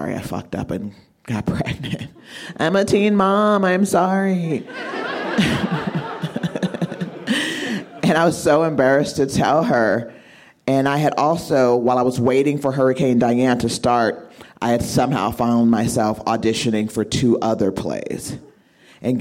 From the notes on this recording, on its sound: This story was recorded live at Buntport Theater